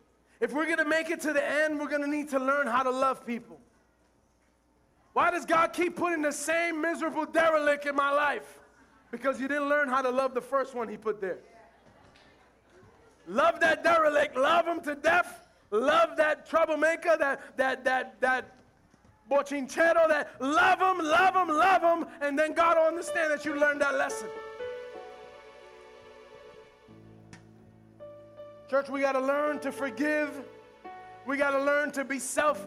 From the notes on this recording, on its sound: Recorded live at The Sanctuary Fellowship.